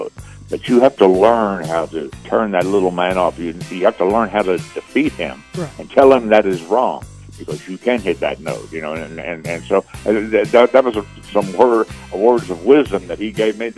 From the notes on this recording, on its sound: called into The … and … Show